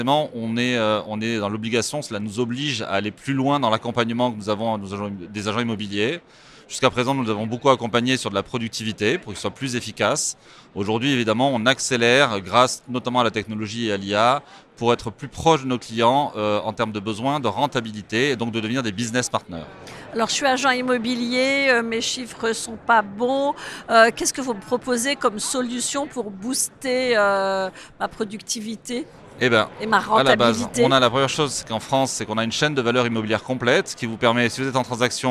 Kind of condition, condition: setting, busy venue